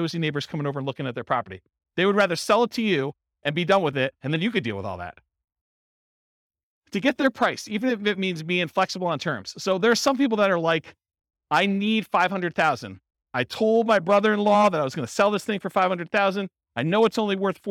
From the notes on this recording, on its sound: This was a live class recorded.